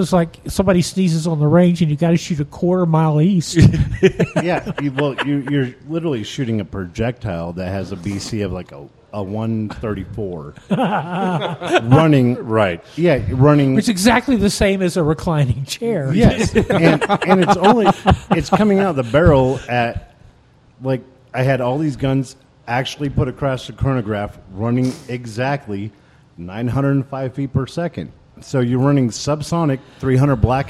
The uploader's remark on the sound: recorded at the Lucid Optics Ballistic Summit in Raton, New Mexico